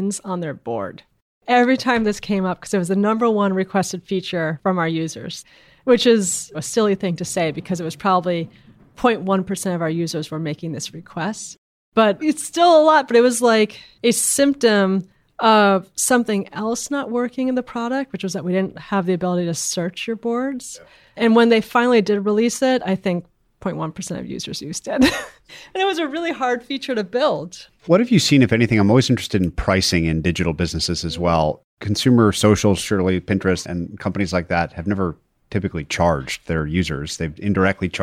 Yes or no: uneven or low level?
no